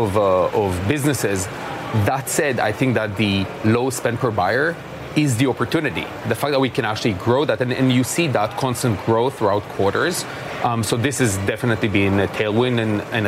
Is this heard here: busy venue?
yes